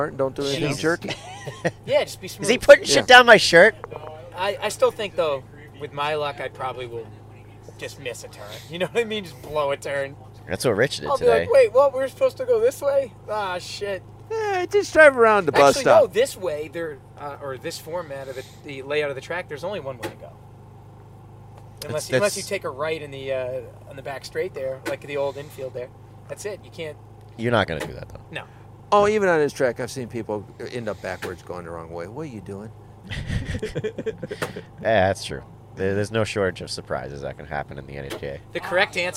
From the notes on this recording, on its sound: Our second show recorded on site at Canaan Motor Club. This time on the night between NHKA races 5 and 6.